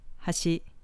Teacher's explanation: Hashi, meaning edge with no pitch accent.